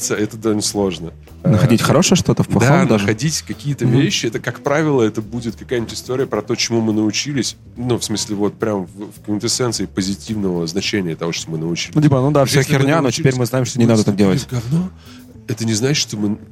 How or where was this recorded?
busy venue